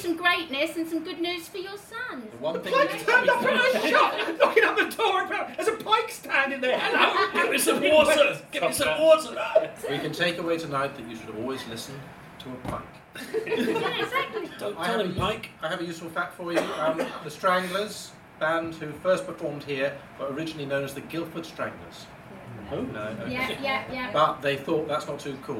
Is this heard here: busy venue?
yes